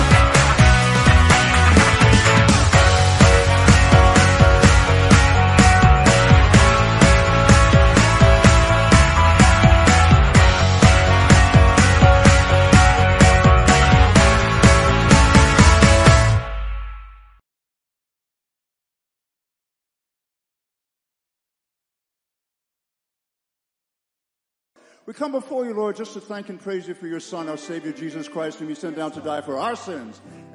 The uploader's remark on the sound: Sunday Morning Service 8.20.23 - Audio